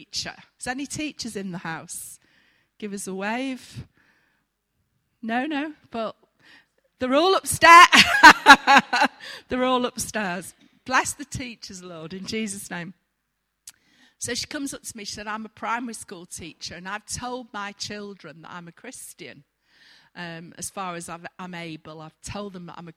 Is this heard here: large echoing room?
yes